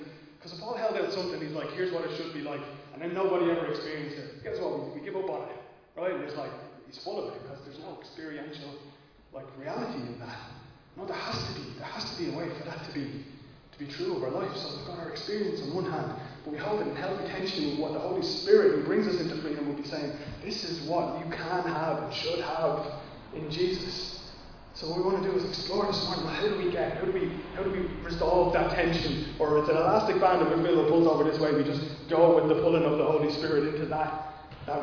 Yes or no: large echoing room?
yes